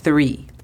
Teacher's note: TH colocando nuestra lengua entre los dientes y soplamos